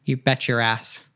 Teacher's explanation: Because there's like the bet and then your. And when we have that T-Y combination, often becomes a ch sound.